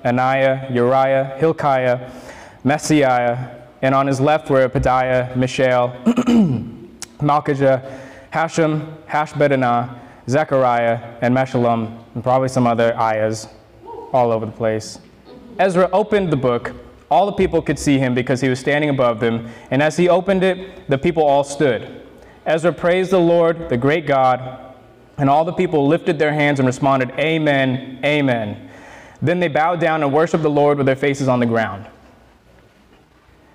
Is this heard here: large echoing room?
yes